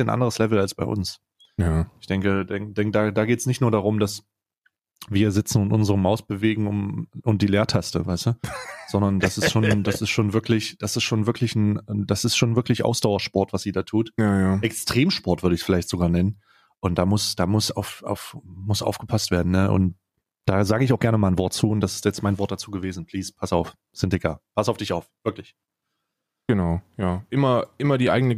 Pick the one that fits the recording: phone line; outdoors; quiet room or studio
quiet room or studio